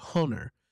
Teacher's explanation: you pronounced honor with a sounding H